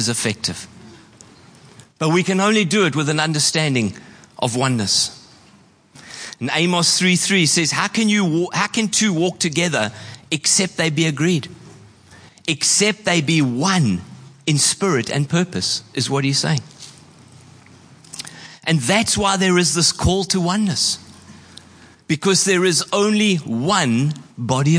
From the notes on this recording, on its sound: Preached on 26/11/23 at Horsham Downs.